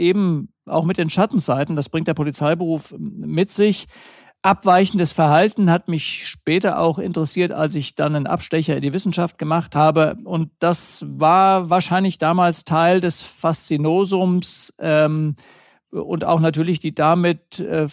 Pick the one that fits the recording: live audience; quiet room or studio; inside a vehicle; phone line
quiet room or studio